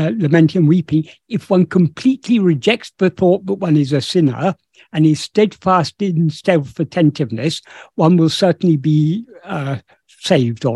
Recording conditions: video call